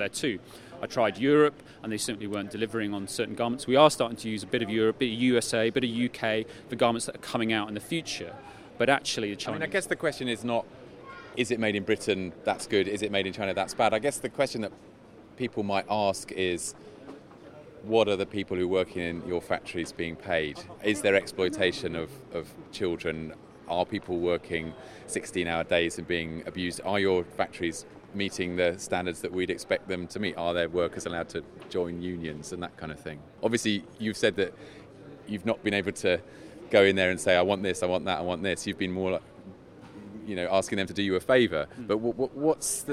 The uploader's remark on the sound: In a live broadcast from Belgium House, a temporary Olympic Village and 'cycling paradise' in London's Middle Temple